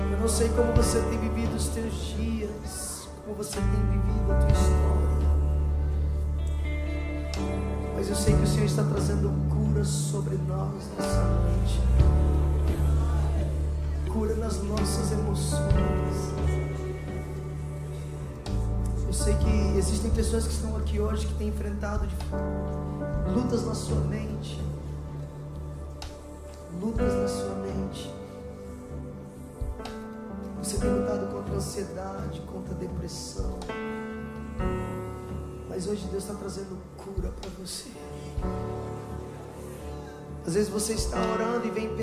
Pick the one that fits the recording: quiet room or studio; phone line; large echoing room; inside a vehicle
large echoing room